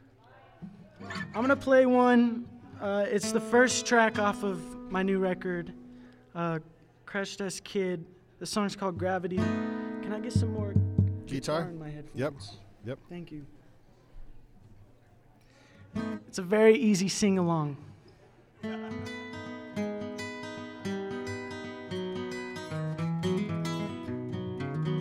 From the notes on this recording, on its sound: Van Sessions at The Monarch. LIVE from The Monarch Building Grand Opening in the heart of Ogden's Nine Rails Arts District.